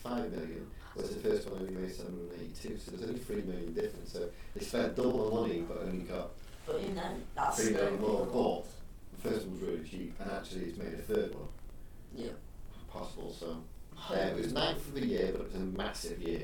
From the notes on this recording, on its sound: This has some poor sound quality and have done my best to clear it up. It was to much fun to scrap hopefully it is audible.